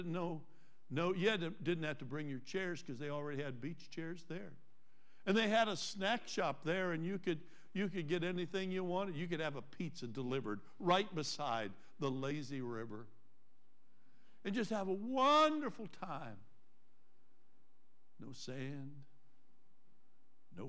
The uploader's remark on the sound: Trinity Church Live